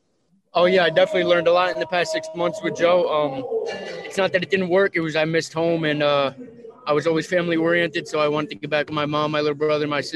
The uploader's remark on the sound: Post fight Media Conference